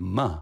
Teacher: Because there's a little trap door at the back of our throat, at back of our palate, and we open that up for access to the nose, and we send the sound into the soft nasal passages, which turns duh, tuh into na, it's coming through the nose · ma, which is just the buh sound, but ma, you're putting it through your nose